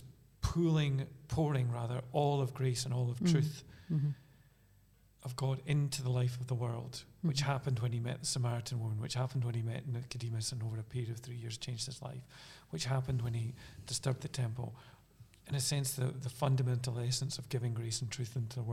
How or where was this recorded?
large echoing room